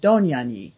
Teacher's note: the Hungarian pronunciation of his name is the emphasis on the first syllable